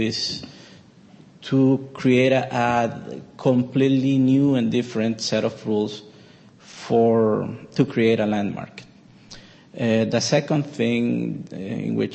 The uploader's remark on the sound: The Federalist Society presented this panel at Part 1 of the 2007 U.